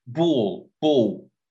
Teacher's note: Replace the L with a W at the end of the word.